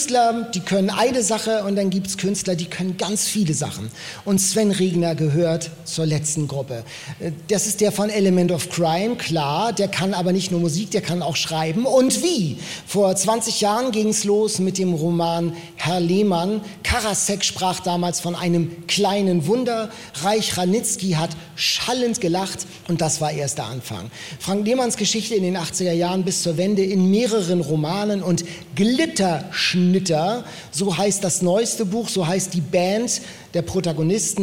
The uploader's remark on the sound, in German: Live-Podcast mit Publikum. On Tour in der Fabrik in Hamburg.